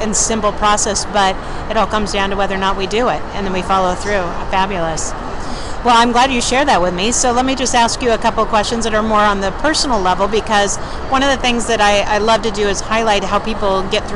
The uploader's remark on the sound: On location at the Pennsylvania Women’s Conference at the Philadelphia Conference Center.